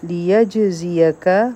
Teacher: په جیم باندې سکون دی قلقله به کو